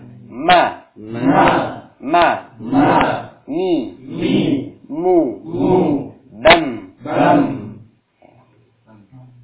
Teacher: Berikutnya adalah huruf mim. Ya, mim ini dengan disertai mengalirkan suara ke rongga hidung